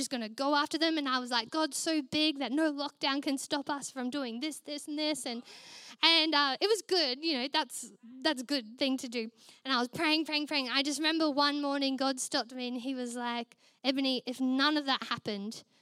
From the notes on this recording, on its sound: Recorded during our Melbourne East service on Sunday, the 17th of September 2023.